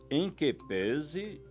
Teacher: sem esquecer a pronúncia fechada de pese · Term: timbre fechado